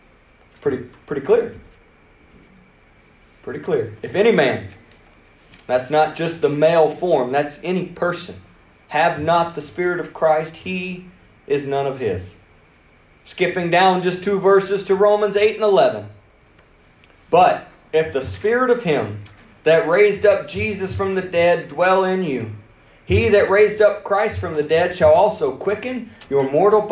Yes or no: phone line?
no